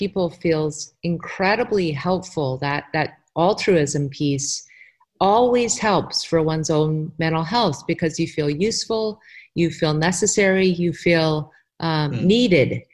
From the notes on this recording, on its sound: This is the first interview Beyond Well is conducting by Zoom due to quarantine. Please be patient as we work to improve our sound!